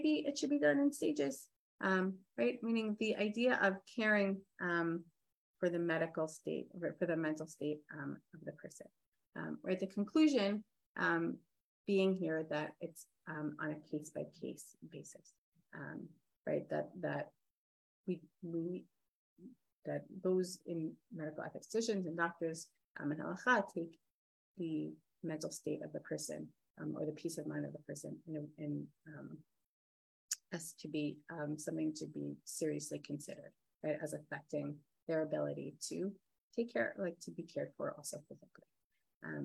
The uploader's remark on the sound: This audio was originally captured from Zoom